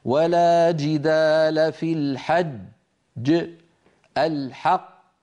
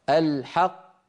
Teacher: يترك فراغا صوتيا بين الجيم الغير المقلقلة والمقلقلة